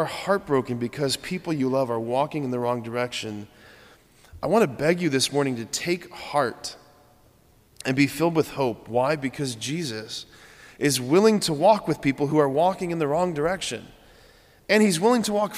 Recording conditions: large echoing room